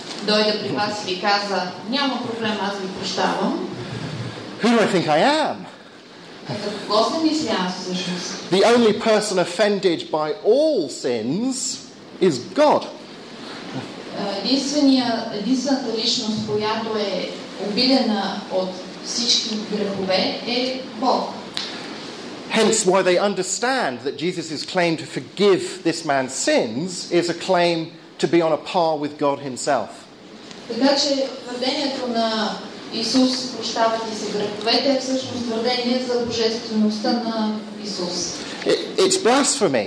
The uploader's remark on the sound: Lecture at the Regional Archaeological Museum, Plovdiv, Bulgaria